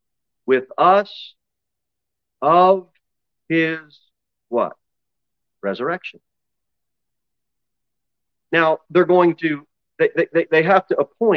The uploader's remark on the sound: Sermon delivered at Pilgrim Baptist Church